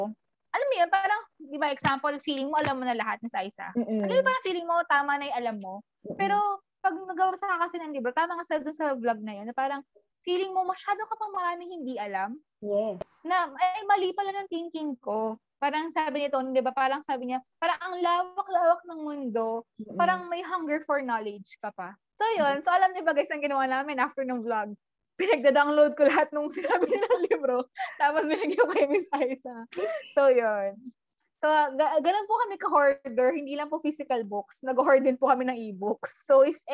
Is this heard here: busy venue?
no